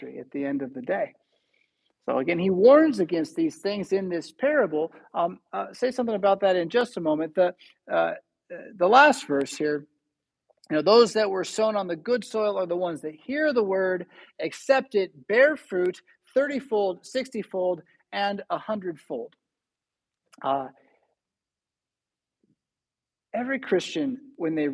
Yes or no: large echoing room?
yes